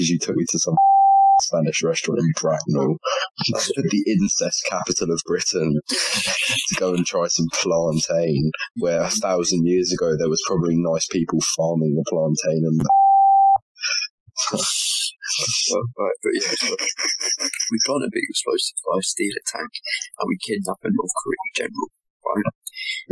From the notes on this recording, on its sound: We tried something new with the recording this time and whilst the sound quality isn’t quite as good.